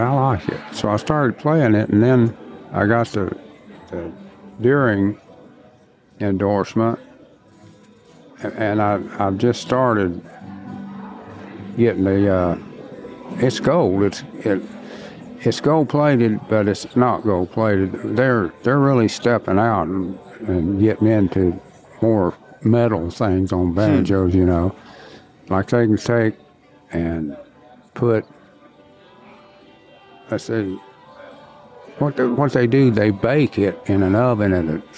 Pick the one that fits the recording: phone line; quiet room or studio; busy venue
busy venue